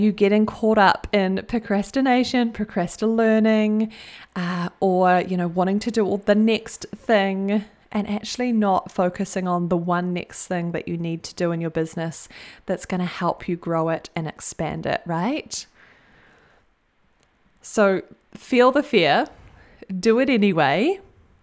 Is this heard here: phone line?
no